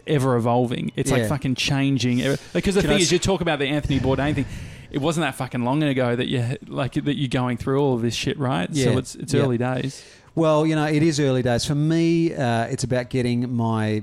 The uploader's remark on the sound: Live from a cafe!